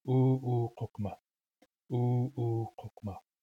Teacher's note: The rhythm of u'u kokma is long, long, short, short.